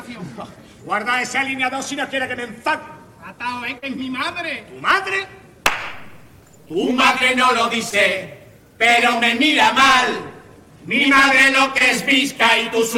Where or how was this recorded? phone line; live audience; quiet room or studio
live audience